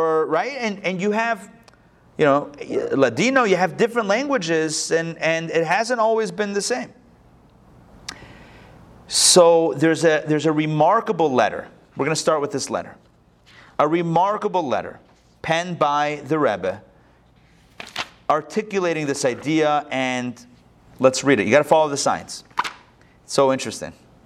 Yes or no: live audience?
yes